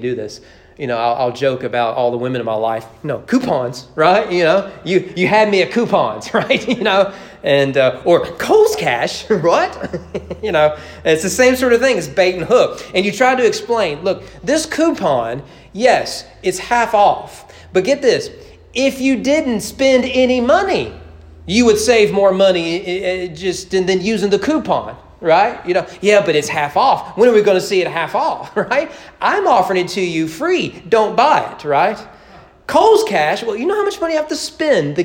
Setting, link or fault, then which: setting, large echoing room